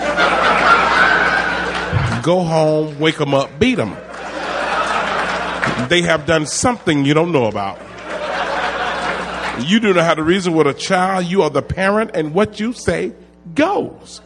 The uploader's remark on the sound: recorded at the Houston Improv